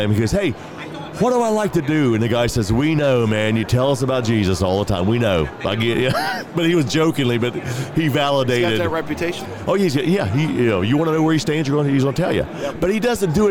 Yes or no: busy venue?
yes